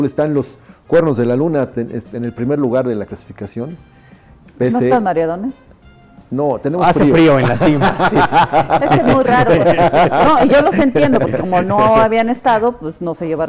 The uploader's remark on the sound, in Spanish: cápsula desde la primera edición del festival Tertulia en Puebla donde les preguntó a varios de los asistentes